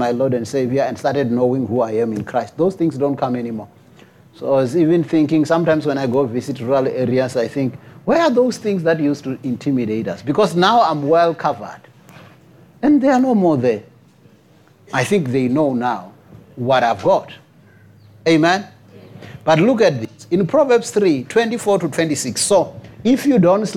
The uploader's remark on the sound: preached at Jesus the Saviour Church, 185 Bobs Way, Eersterivier, Cape Town on 03 September 2023